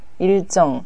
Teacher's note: 前にリュールが来てるけれども、ジョンっていうふうに濁らなかったですね。イルジョンとはならなかったね。だけど、例えば、日本って何て言いますか？イルボン。はい。この場合は、イルボンっていうふうにリュールが来てるけど、濁りましたよね。はい。で、例えば、トビウオの卵を混ぜて食べるビビンパがあるじゃないの。